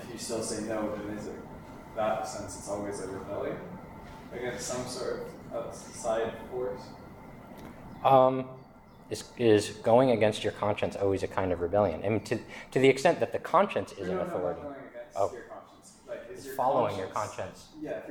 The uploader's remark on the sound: This lecture was given on June 21st, 2023, at Stonyhust College.